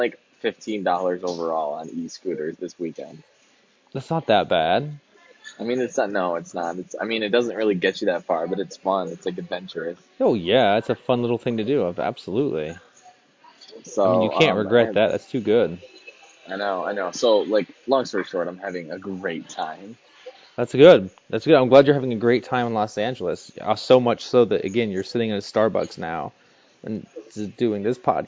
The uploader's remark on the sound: records live from LA at a Starbucks